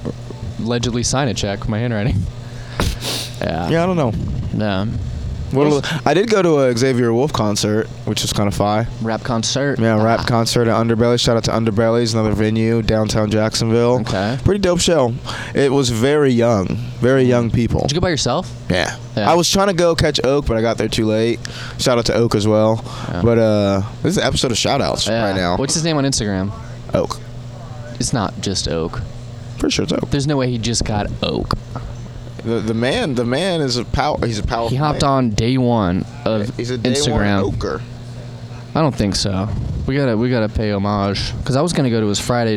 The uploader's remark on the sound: Banter before the Shantytown Pub Open Mic.